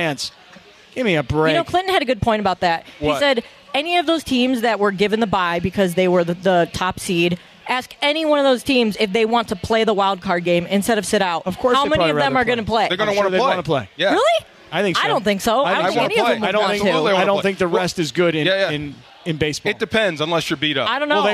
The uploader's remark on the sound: We are live from The 909 Sports Bar at Yaamava Resort & Casino.